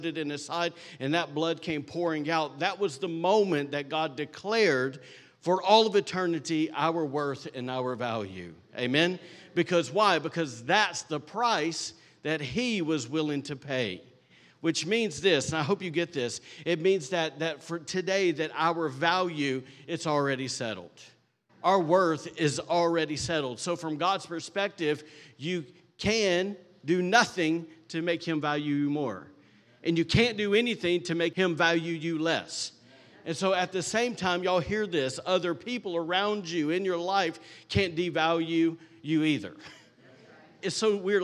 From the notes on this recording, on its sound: was recorded on Sunday, August 13th, 2023, during service at The Anchor Church in Rockport, Maine.